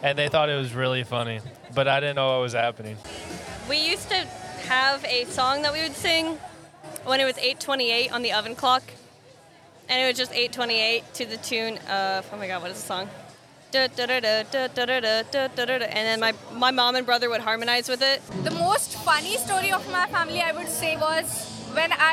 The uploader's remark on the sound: WFHB’s Youth Radio team recorded a new episode of voices in the street on IU’s campus during September’s First Thursdays Festival.